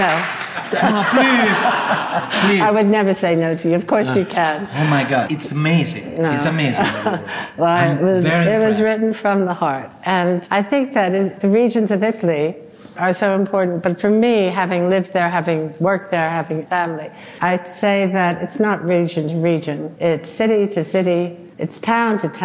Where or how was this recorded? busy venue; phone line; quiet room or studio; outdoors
busy venue